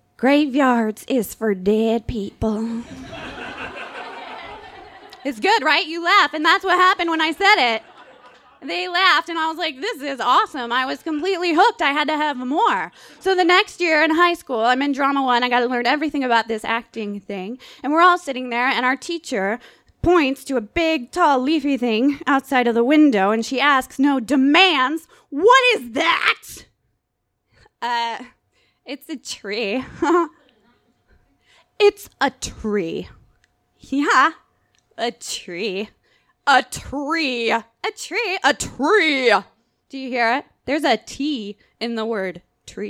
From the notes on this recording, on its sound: This story was recorded live at Tiger!Tiger! Tavern.